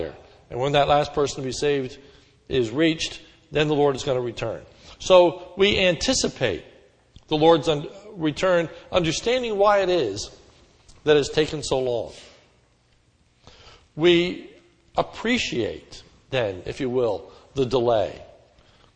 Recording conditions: large echoing room